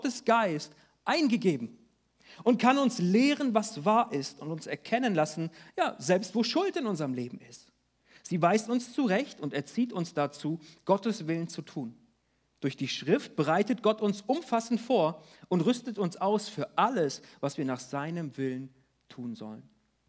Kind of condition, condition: setting, large echoing room